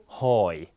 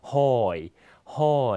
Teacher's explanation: เสียงต่ำขึ้นนะฮะจะมีเสียงอ่านขึ้นและตกลงนะครับเสียงอ่านจะมีเสียงโค้งตามรูปวรรณยุกต์นะฮะ · Term: วรรณยุกต์หอย